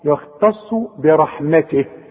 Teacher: التاء التاء مرققة جدا، الخاء مفخمة، الصاد مفخمة، التاء دي غلبانة جدا في النص، يختص برحمته.